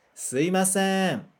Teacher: Aí transformou o mi, né? A segunda letra, né? Mi para i. Aí fica すみません, vai transformar para すいません, tá?